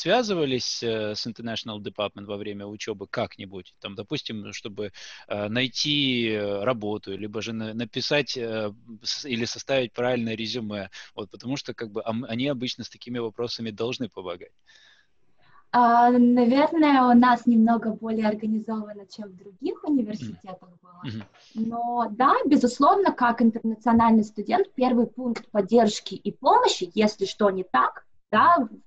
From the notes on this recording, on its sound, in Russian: поговорили с ней по Зуму